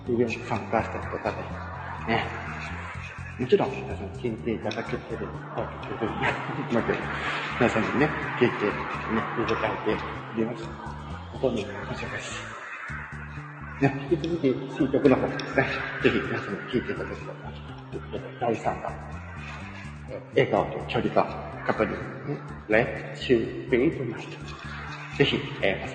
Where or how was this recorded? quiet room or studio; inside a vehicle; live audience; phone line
live audience